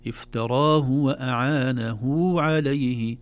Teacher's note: أعانه كأنها هاء وبعدها واو، هذه يسمونها هاء الصلة